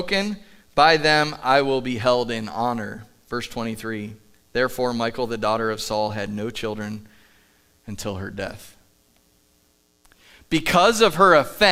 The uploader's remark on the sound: Live from The Summit Church in Dover, OH